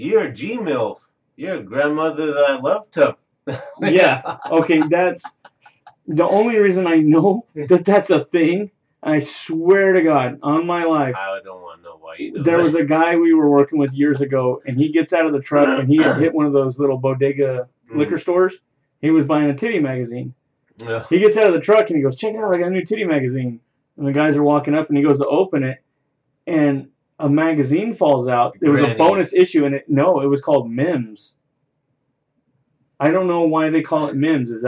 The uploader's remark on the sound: We apologize for the sound quality we had a software update that messed with our recording quality.